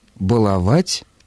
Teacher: Глагол «баловать» требует ударения на третьем слоге. И, соответственно, если мы употребляем его в настоящем времени, где суффикс претерпевает изменения, ударение падает на суффикс.